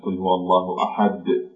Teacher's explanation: عندما نقف على الدال مثلا قل هو الله أحد، يعقب حرف الدال صويت صغير يخرج بعد التوقف على حرف الدال · Term: القلقلة